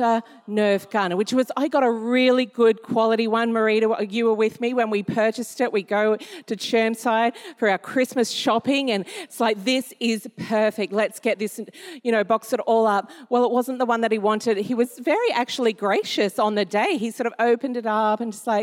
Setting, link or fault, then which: setting, large echoing room